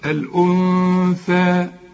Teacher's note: والثاء من حروف الإخفاء، وطلع لسانك فيها